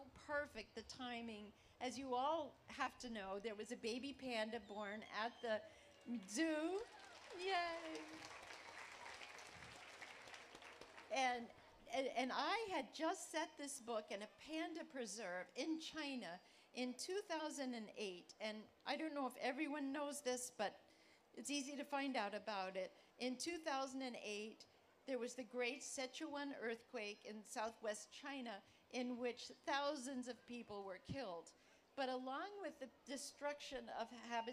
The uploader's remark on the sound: appear at the 2012 Library of Congress National Book Festival